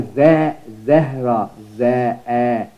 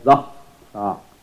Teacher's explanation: This is not Zahra, because Zah, you're pronouncing it Zah, Zahra, Eh, Zah, Zah, Eh. It's not the voice of Eh. Is the voice of ah. · Shown in: second take